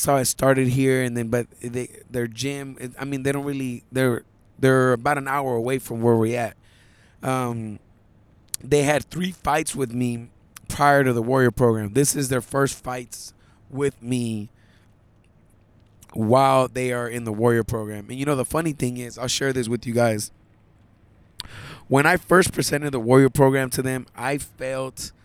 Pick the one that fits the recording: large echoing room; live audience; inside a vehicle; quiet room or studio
inside a vehicle